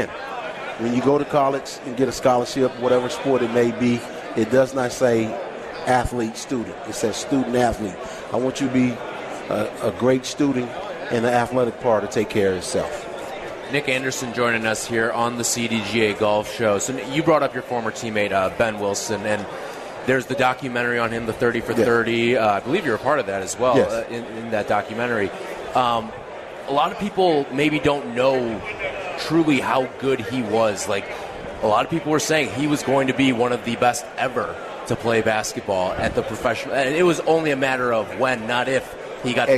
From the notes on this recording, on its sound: live in Rosemount, IL, for the Chicago Golf Show!